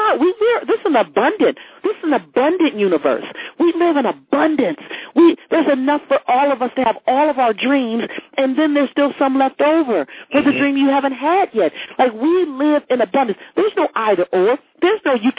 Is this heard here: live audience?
no